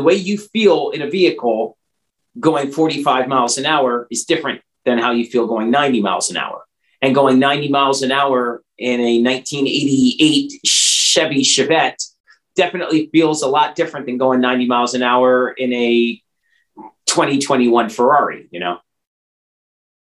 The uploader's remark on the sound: Original Zoom Audio